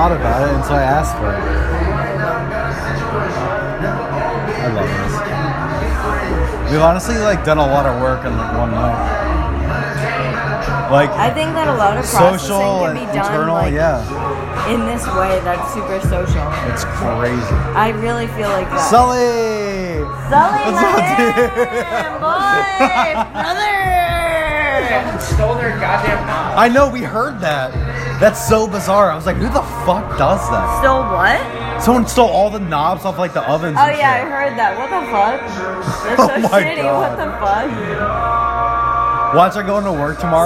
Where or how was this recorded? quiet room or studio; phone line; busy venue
busy venue